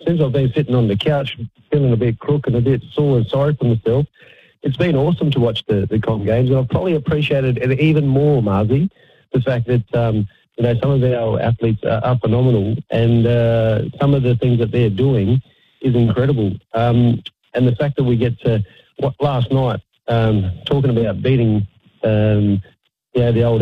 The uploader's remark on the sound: Anchored beautifully from the studio. Coming down the line from home. Phoned to chat. Called in to chat.